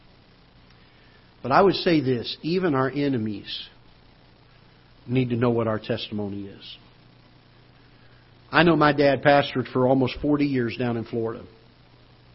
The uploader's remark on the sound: Ketha Heights Baptist Church ~ Live Broadcast